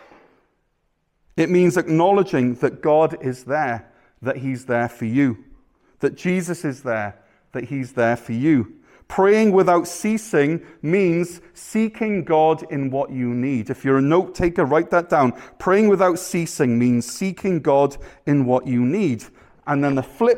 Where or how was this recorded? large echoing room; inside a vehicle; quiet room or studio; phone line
large echoing room